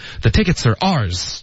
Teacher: Chandler 当时 R 这块呢也就说的非常强调，所以他就没有连读,the tickets are ours,这个 R 呢就说我们的不是你们的。OK,所以就说非常的非常清楚然后没有连读。好，这句话一整句来。